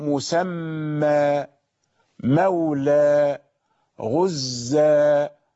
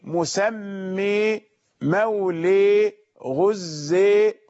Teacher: يعني تفخيم التنوين ليس معناه تضخيم النطق، وإنما معناه القراءة بالفتح. طيب، وترقيق التنوين معناه القراءة بالإمالة · Shown in: second take · لأن الفتح معناه فتح الفم، أنت تفتح الفم بالحرف المفخم أو بالحرف المفتوح عند النطق.